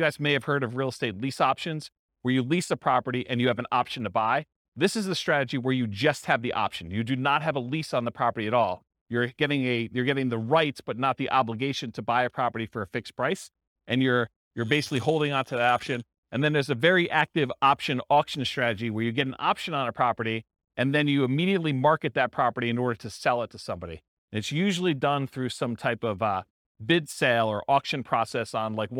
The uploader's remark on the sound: This was a live class recorded